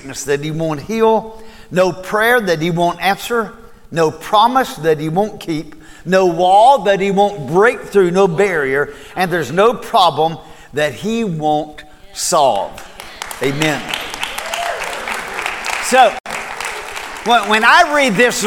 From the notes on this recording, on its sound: Recorded at Cornerstone Church